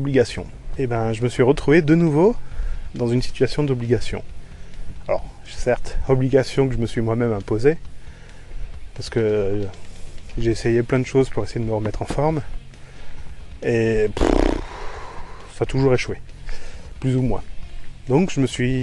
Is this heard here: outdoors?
yes